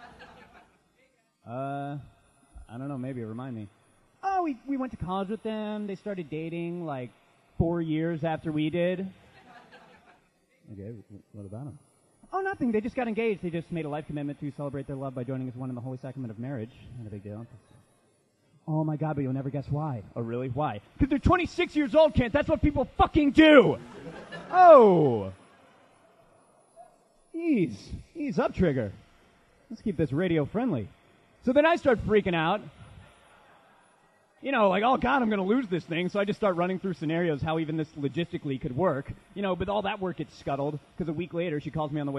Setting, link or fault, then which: setting, live audience